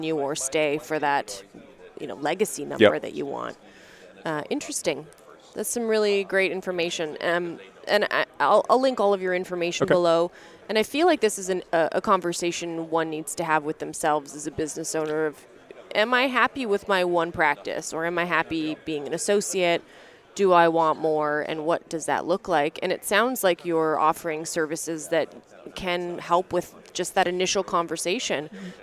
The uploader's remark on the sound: episode recorded at the Voices of Dentistry Conference